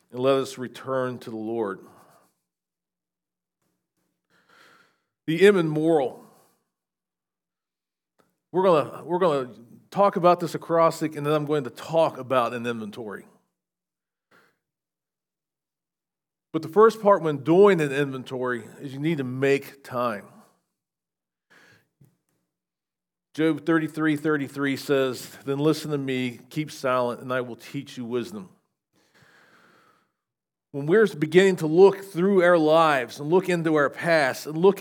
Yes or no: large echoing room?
yes